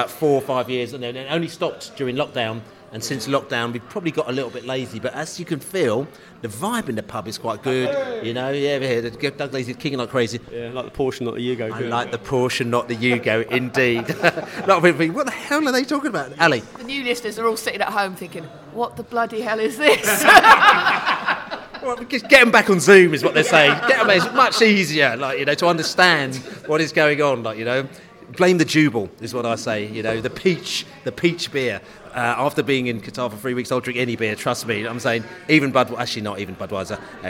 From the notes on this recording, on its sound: The 'Football is Back' Pod From the Pub. A much-celebrated return to The Globe pub to record the latest podcast - old skool style.